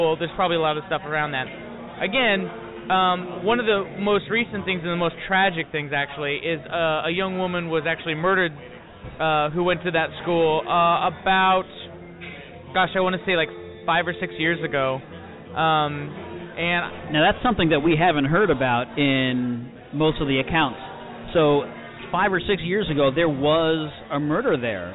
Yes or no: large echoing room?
yes